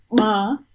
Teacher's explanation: an implosive of some kind. Probably the easiest one to produce is like, again, a voiced bilabial.